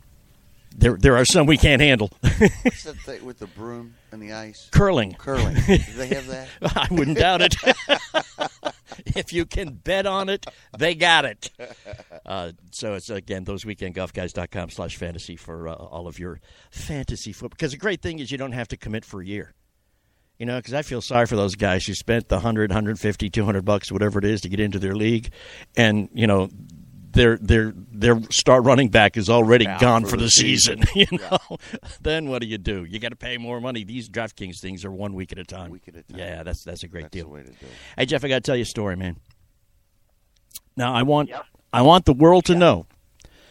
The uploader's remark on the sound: Live from The Polo Fields